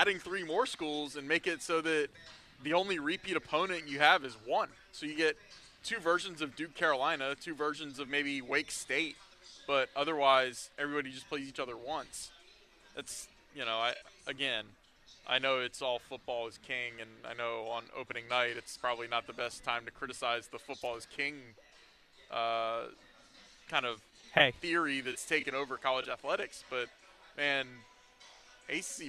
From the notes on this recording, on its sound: live from Allegacy Stadium